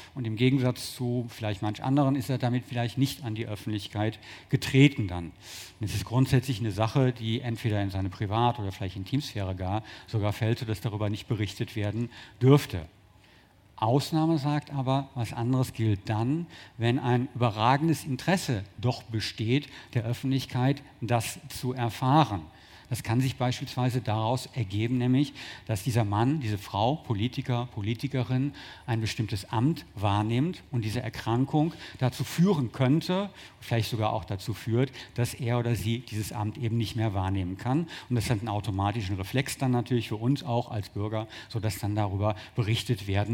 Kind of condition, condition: setting, busy venue